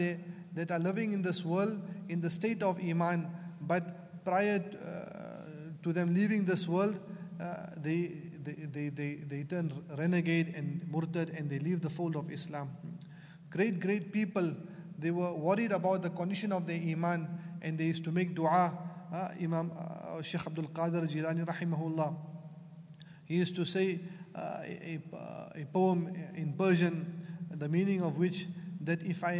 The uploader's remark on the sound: at the Houghton Masjid (West Street)